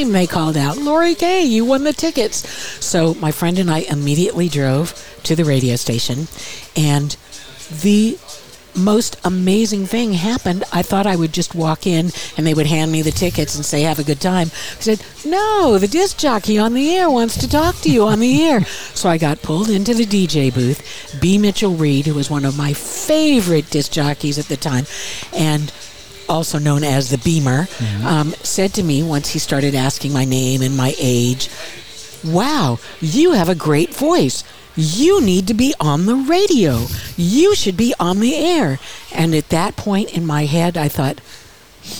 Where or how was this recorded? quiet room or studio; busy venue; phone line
busy venue